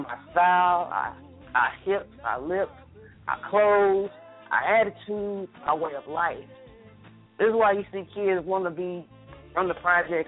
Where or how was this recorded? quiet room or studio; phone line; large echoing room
phone line